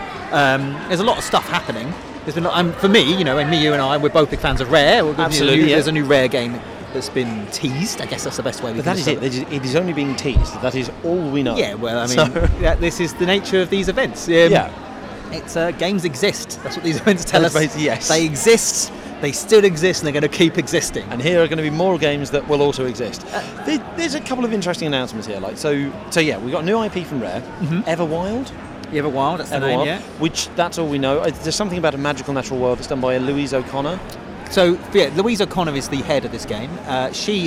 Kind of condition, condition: setting, busy venue